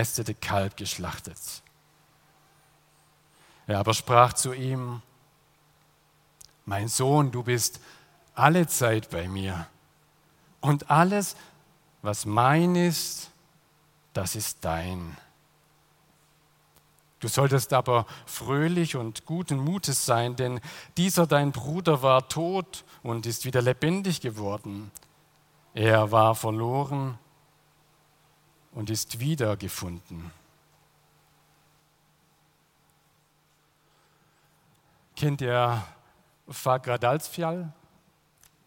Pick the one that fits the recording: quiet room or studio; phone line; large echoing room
large echoing room